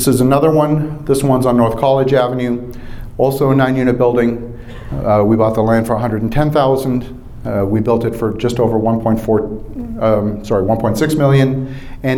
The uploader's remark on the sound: Live From the Raising Money Summit